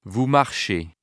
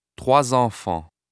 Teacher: a final S in liaison is pronounced with a z sound · Shown in: second take